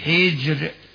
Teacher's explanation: حجر ترقق الراء لأنها وقعت بعد كسر